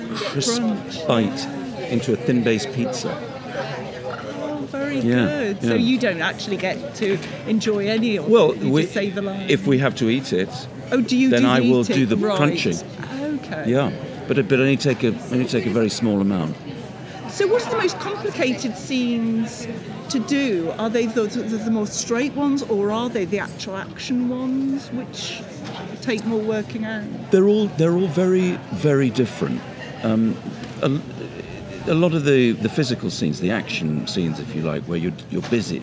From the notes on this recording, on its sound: With apologies for the loud background noise - the festival is a wonderful, vibrant and busy place! With thanks to the BBC and The Hay Festival for their help with this.